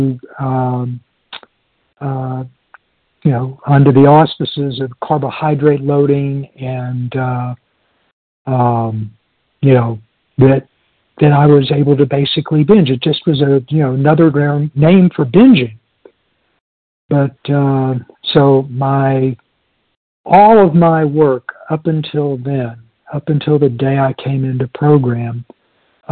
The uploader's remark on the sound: from the 100 Pounders Phone Meeting, 2/21/23